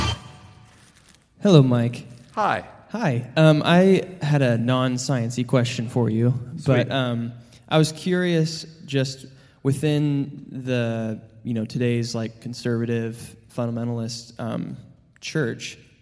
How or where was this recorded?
live audience